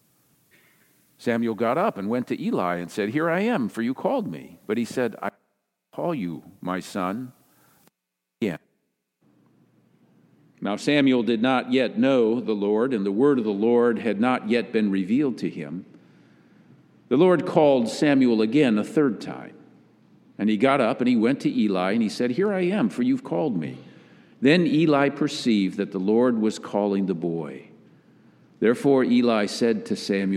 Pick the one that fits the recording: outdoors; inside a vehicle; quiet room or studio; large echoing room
large echoing room